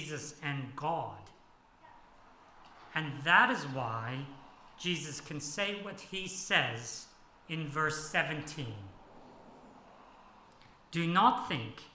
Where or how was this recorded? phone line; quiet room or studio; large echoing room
large echoing room